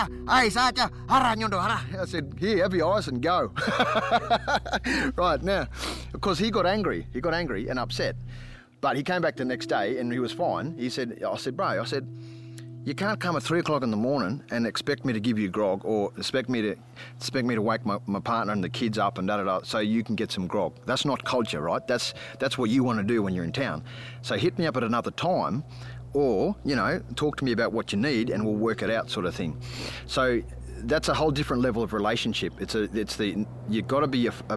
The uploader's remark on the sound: This episode was recorded outside in the wild outdoors. Chickens and car sounds may be distracting.